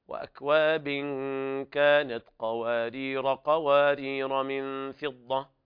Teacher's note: وهذا يدل على حذف الألف حال الوصل وثبوت الألف وقفا. فإذا وقفنا نقول وأكواب كانت قواريرا، إذا وصلنا تحذف الألف، وأكواب كانت قوارير قوارير من فضة، يعني لا يوجد ألف في حال الوصل.